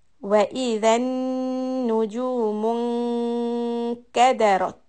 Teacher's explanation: In the next word we have a noon which will be an إخفى sound based on the letter كاف. So we are going to pick up the middle part of the tongue, hit it upwards towards the roof when we do the noon for the ikhfa ghunna. So it will be wa idhan nujumun kadarat.